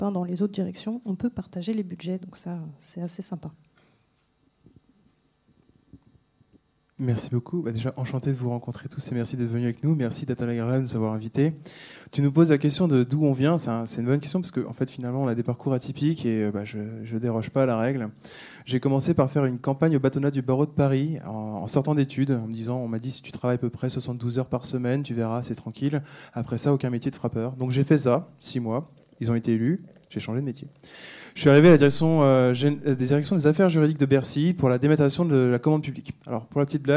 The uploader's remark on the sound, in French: Une conférence des RDV des Transformations du Droit - 7ème édition, 5 et 6 octobre 2023